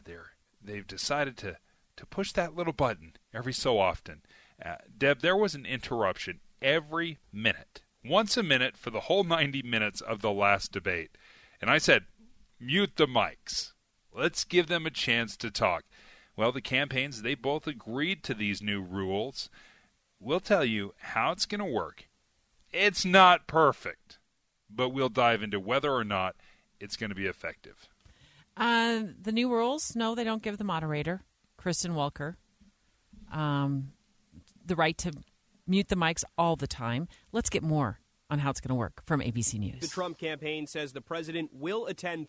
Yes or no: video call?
no